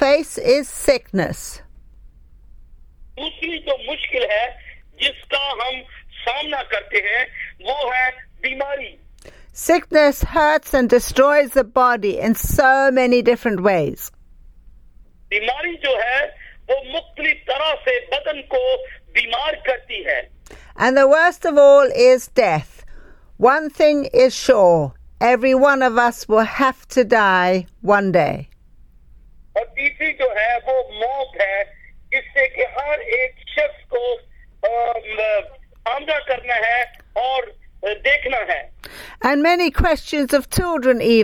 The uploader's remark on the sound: speaking via phone to group in Pakistan